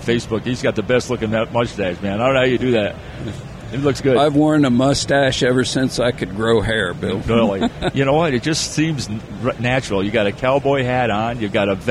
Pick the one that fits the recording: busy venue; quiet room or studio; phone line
busy venue